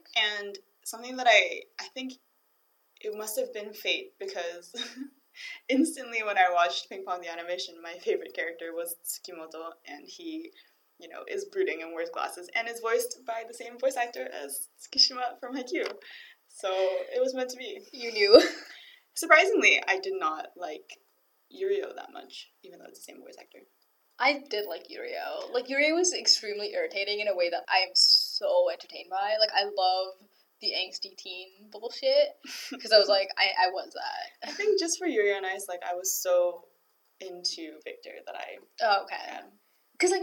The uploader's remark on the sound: We deeply apologize for the janky audio in this episode. Due to certain circumstances we had to venture into the hard and unyielding world that is Robarts library to record.